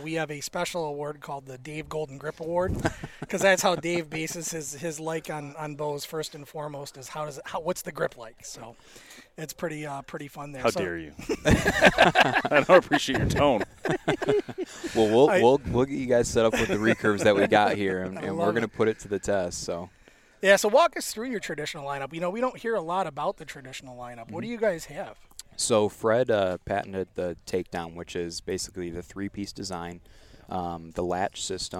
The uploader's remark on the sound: LIVE SPECIAL EDITION from the Total Archery Challenge in Boyne mountain Michigan. LIVE SPECIAL EDITION from the Total Archery Challenge in Boyne mountain Michigan.